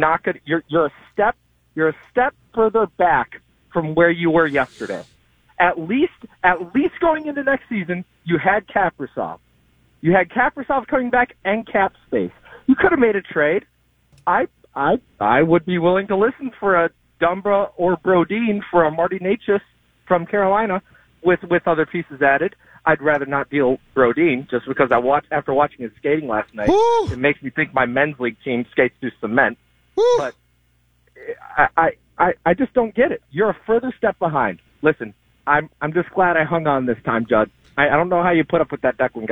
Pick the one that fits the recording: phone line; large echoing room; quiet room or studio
phone line